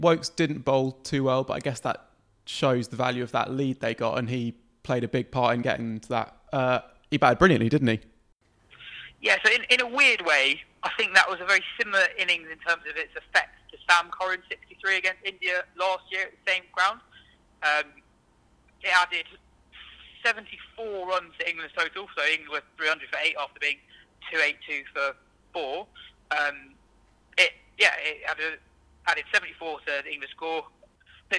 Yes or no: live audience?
no